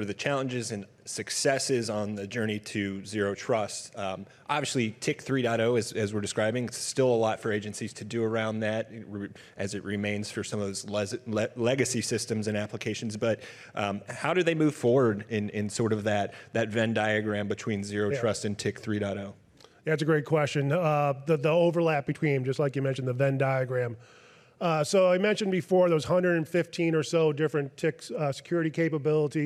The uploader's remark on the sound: a fireside chat at the Zero Trust Summit